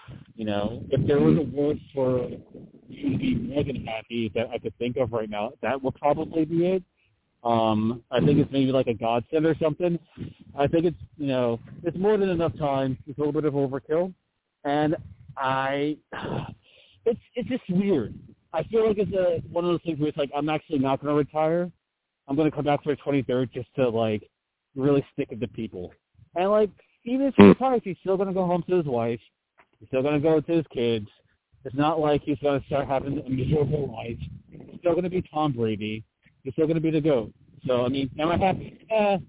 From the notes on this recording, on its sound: I also take live callers!